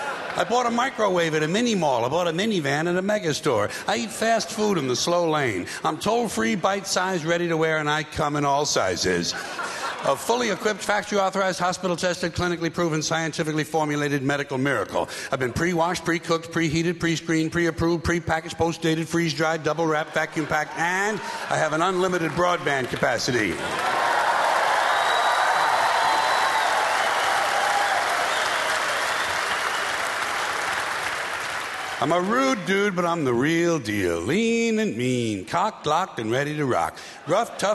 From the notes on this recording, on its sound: Was recorded live during his HBO special.